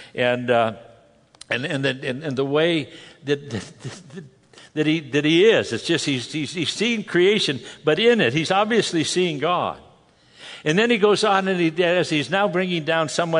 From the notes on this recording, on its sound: From the Northern California and Nevada Calvary Chapel Pastor's & Leaders Conference